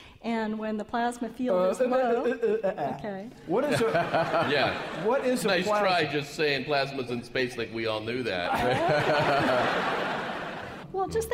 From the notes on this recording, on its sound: Live! from SF Sketchfest 2015. From the stage of San Francisco’s Nourse Theater.